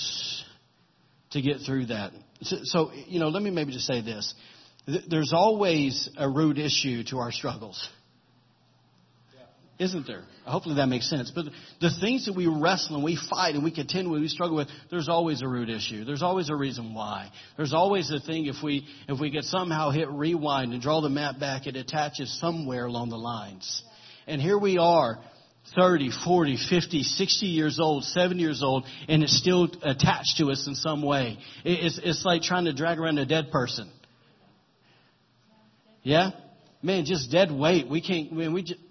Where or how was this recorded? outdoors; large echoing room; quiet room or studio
large echoing room